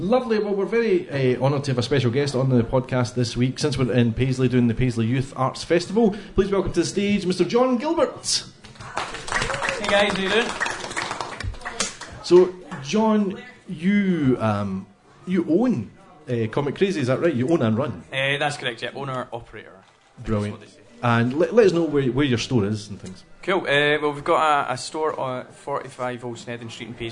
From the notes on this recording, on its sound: Nearly Men Live! A special episode recorded live as part of the Paisley Youth Arts Festival. A lovely audience.